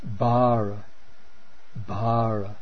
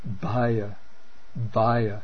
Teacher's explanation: Then the voiced aspirate, the bh